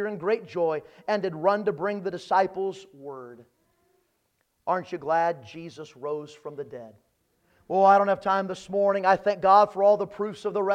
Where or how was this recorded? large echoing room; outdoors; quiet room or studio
large echoing room